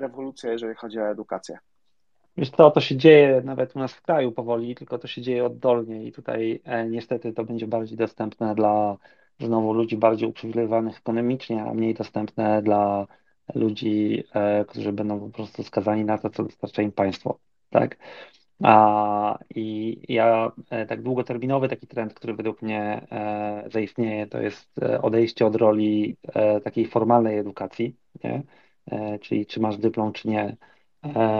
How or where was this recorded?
video call